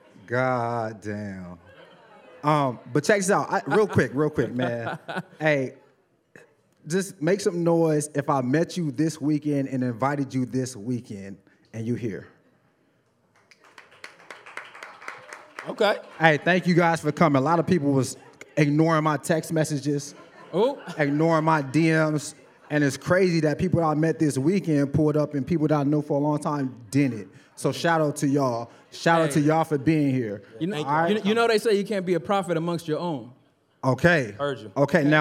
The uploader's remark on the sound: Welcome to the first ever live show of Nice & Neat the Podcast! We sold out and it was amazing! We wanted to make sure the crowd felt included in this magical experience, so we asked some of the audience members for questions. Make sure to check out this entire recording of our first live podcast!